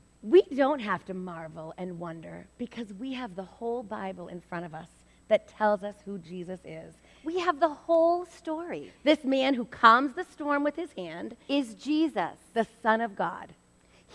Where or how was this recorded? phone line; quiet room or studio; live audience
live audience